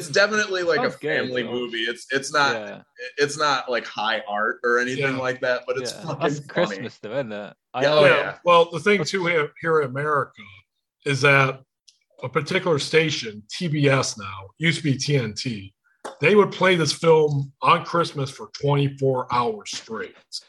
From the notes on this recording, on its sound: Recorded via Zoom on Sunday, December 12th, 2021, in Kalamazoo, Michigan and Saltash, Cornwall.